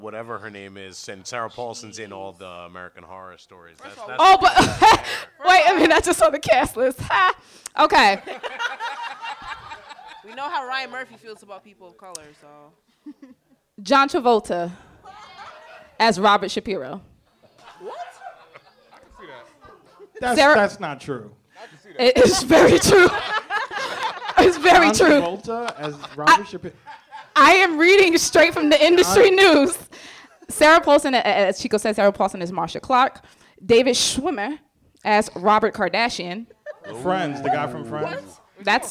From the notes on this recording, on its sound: This episode was recorded in front of a live studio audience at Benzaquen Hall in The Dimmena Center.